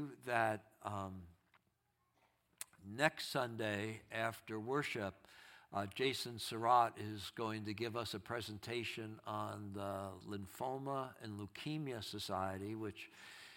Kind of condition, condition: setting, large echoing room